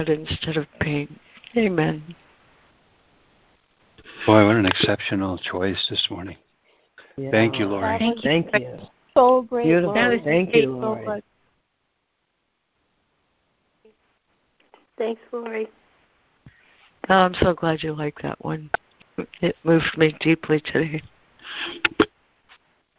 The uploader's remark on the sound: ACIM Daily Conference Call